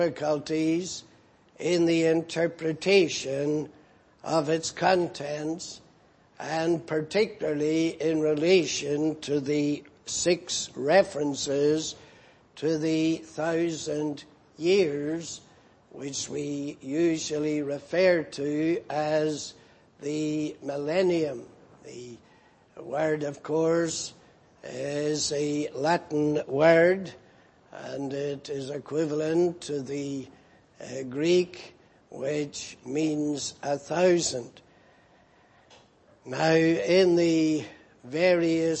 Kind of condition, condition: setting, large echoing room